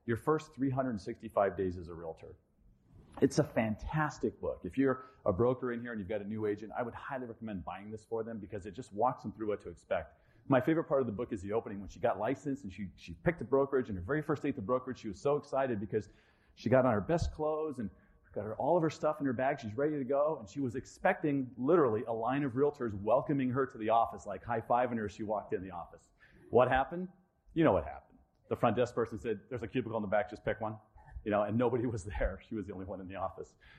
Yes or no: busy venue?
yes